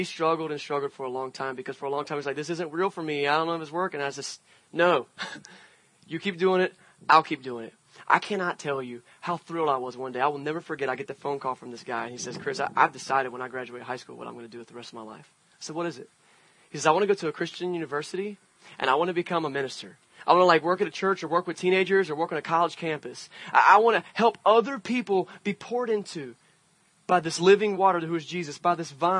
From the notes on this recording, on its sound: Church At The Park. This Sunday we left the walls behind and had a service outside at the wonderful Hugh Macrae park! A great Sunday morning to be had with a scene change for Venture Church.